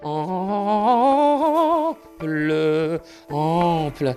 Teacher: Le E, c'est quasiment la non-voyelle, quoi.